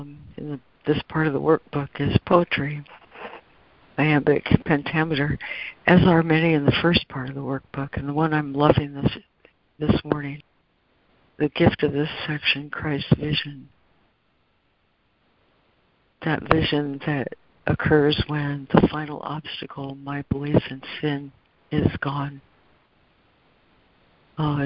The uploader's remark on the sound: ACIM Daily Conference Call